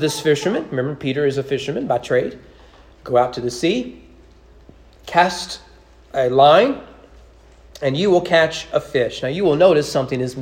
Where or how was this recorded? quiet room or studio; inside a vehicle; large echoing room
large echoing room